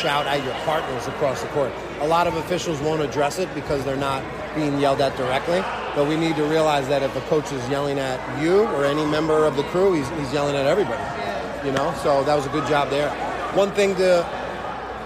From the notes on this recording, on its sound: LIVE FROM: House of Sports. Featuring instant on-court reactions from the officials.